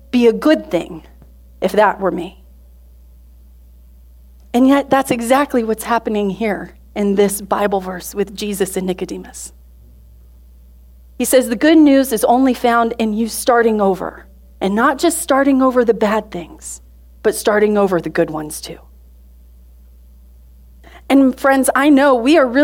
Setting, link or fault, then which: setting, large echoing room